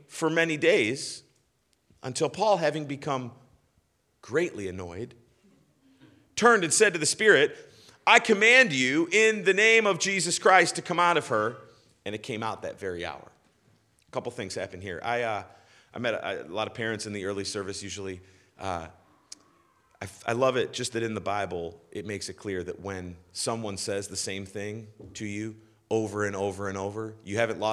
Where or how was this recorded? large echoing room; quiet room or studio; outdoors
large echoing room